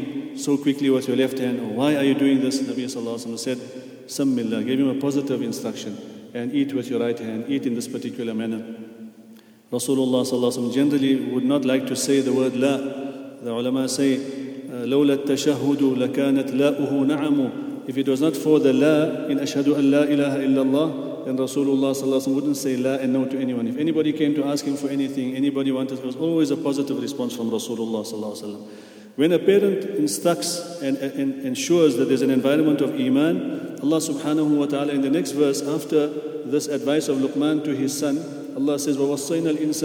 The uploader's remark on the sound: at the Houghton Masjid (West Street)